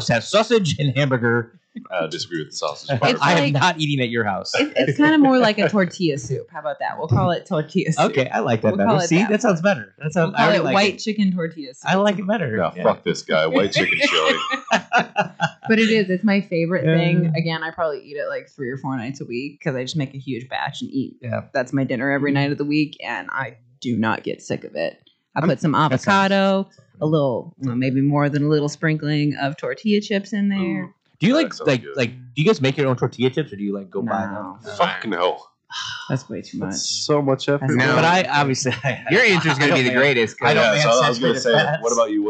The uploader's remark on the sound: Disclaimer the audio is a little distorted in this episode due to some equipment issues.